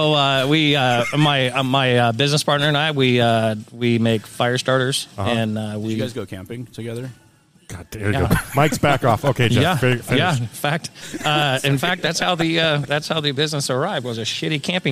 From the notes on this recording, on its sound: As we record on location at Weekend Brewing Co. In Grants Pass, Oregon!